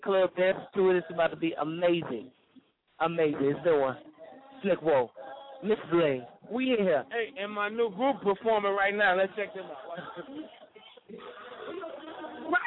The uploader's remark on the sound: WE ARE LIVE AT KLUB 651 DOWNTOWN CHICAGO! IM DOING INTERVIEWS WITH THE ARTISTS THATS FROM CHICAGO GETTIN IT IN!